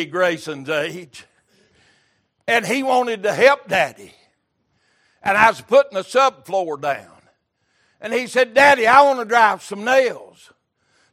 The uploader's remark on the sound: Recorded February 5, 2023 - Sunday Morning Service